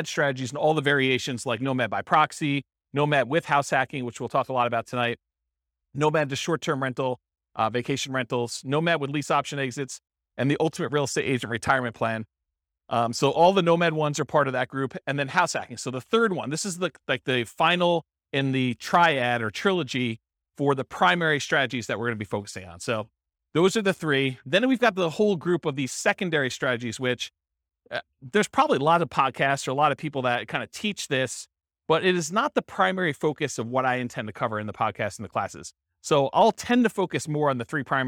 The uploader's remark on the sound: This was a live class recorded